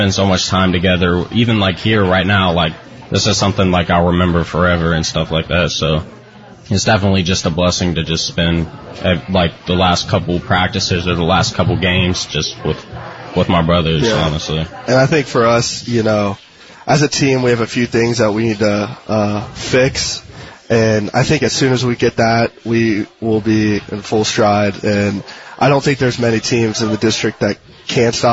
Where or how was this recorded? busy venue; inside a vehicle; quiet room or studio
busy venue